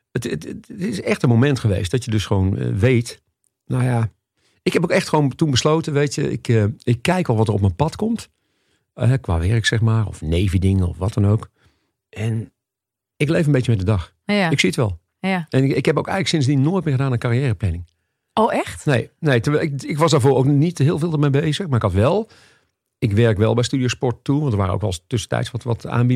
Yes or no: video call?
no